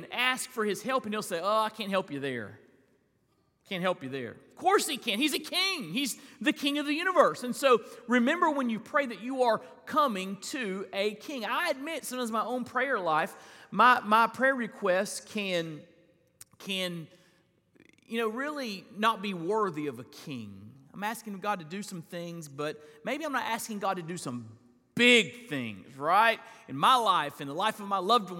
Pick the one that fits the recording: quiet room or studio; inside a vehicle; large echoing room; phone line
large echoing room